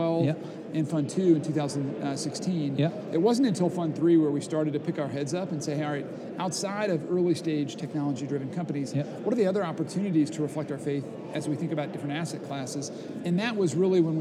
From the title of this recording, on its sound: Live from C12